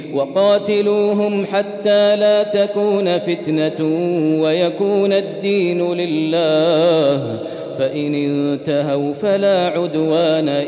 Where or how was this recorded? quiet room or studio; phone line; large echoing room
large echoing room